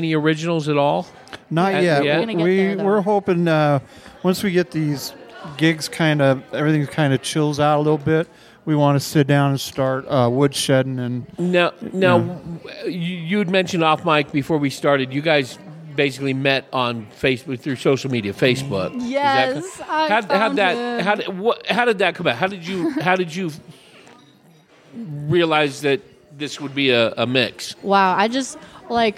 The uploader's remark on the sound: Live from the Hassayampa Inn. Recorded at Hassayampa Inn in Prescott, AZ.